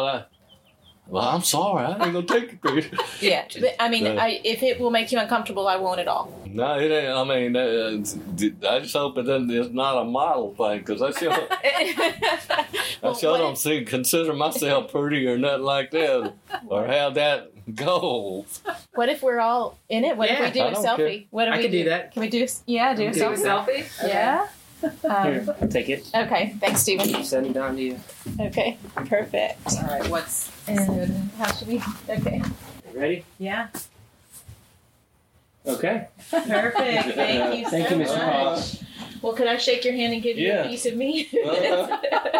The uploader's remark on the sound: at the 2022 Southeastern Indian Festival